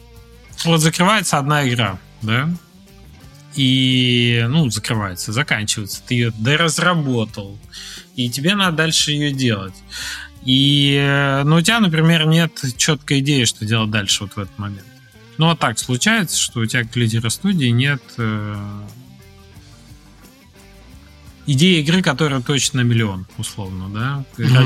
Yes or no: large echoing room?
no